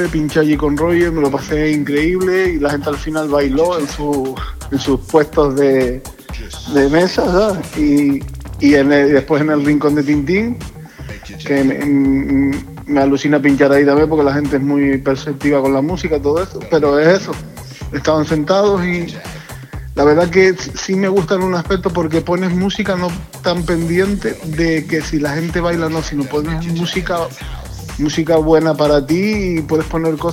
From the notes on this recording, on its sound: It is a radio podcast, recorded in Tenerife, Canary Islands. Telephone interviews with djs, promoters and businessmen.